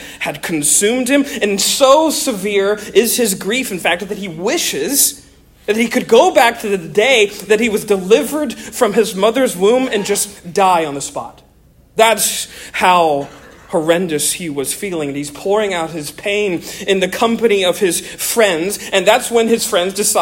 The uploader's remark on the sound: Originally delivered on 27 October 2023 at the 2023 Here We Still Stand Conference in San Diego, California